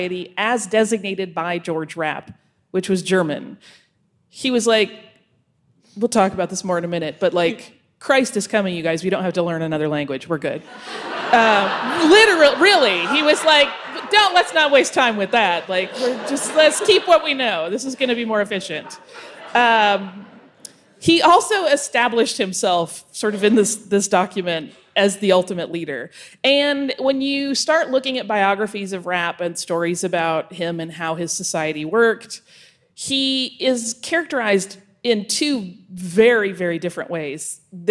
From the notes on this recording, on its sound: We did a live show for the Indiana Historical Society